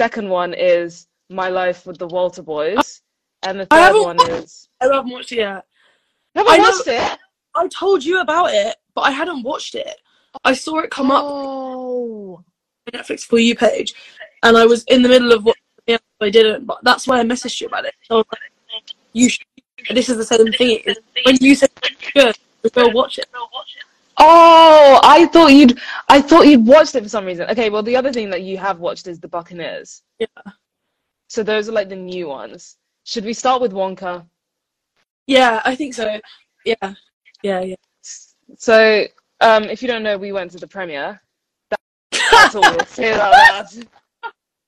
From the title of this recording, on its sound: BONUS EPISODE from IG Live